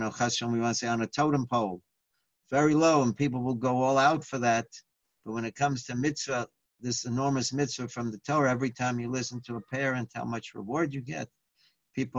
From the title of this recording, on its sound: Live On Zoom